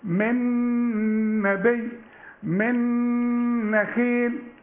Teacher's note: نون بدون تشكيل يجي بعدها نون تبقى نون مثقلة